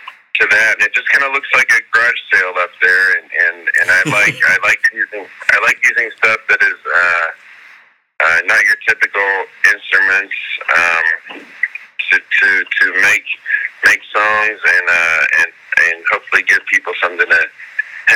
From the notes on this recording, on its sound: A Phone Call.